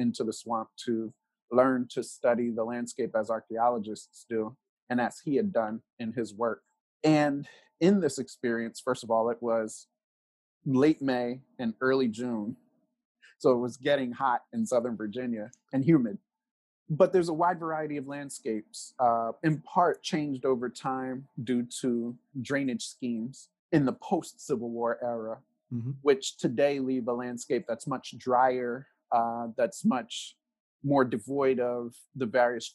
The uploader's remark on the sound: caught up with him over Zoom